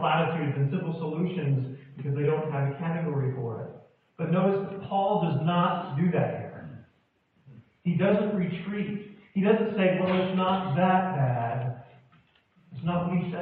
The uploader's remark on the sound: poor audio